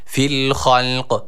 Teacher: Burada yine duruyoruz. Durduğumuz esnada kaf harfini belirgin bir hale getiriyoruz.